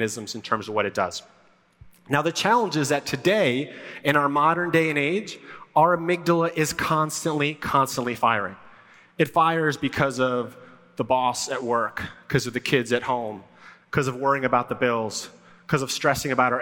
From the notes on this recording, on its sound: Live at the Rise Conference in Dallas, TX. A live talk I did to over 5,000 women at the Rise Conference in Dallas, TX this year.